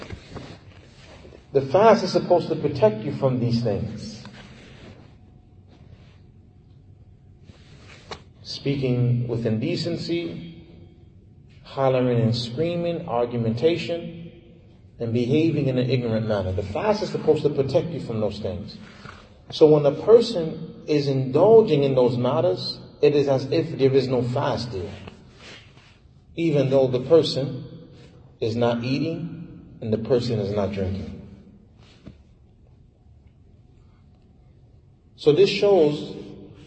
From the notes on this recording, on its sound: Lecture given at Masjid Nur Allah, Queens, NY